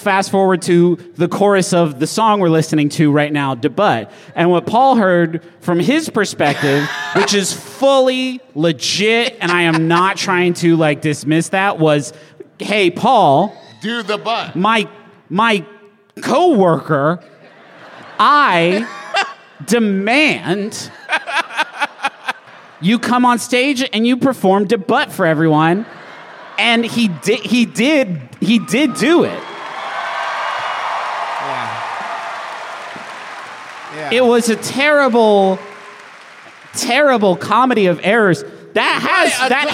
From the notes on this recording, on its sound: Live from Washington, DC! We're answering live questions.